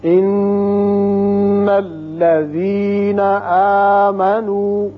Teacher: نون مشدد ہے، غنہ کریں گے